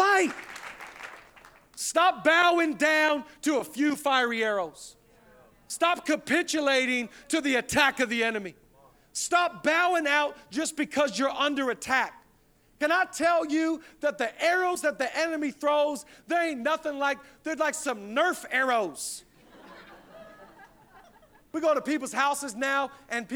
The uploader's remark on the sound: Zoe Church LA. Live from the El Rey Theater.